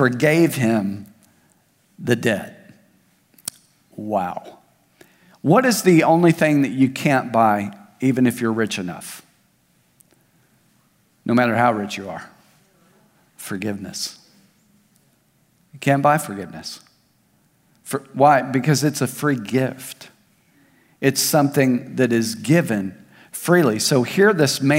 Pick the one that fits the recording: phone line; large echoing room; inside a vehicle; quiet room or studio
large echoing room